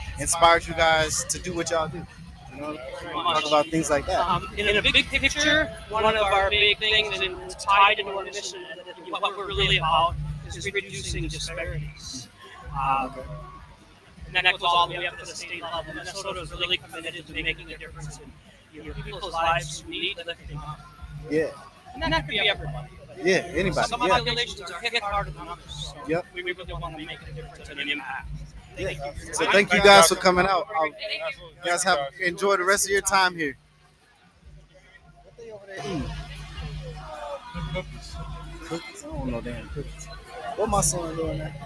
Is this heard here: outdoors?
yes